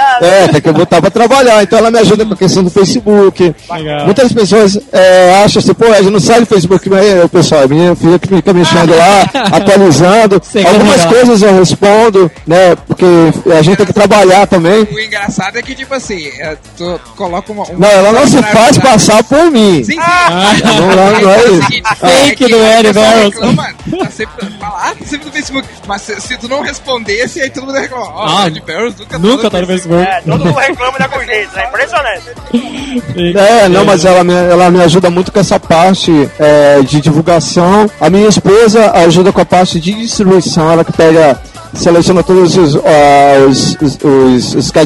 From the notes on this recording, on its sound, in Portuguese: Duas entrevistas gravadas na Multiverso Comicon 2012. Duas entrevistas gravadas na Multiverso Comicon 2012.